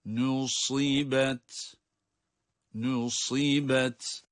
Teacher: Nun ince, sad kalın harf.